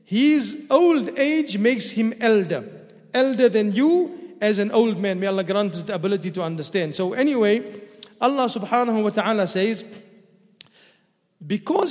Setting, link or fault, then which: setting, large echoing room